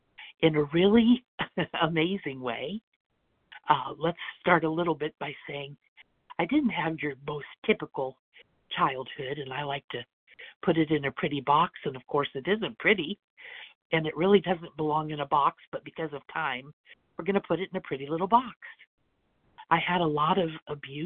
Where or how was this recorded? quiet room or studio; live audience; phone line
phone line